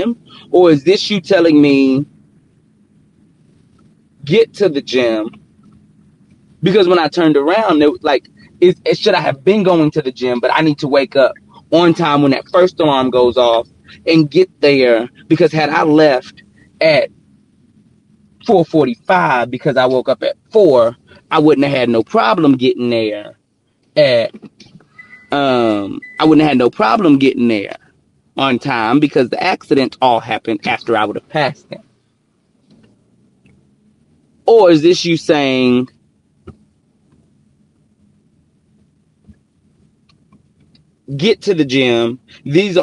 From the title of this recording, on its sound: Car Edition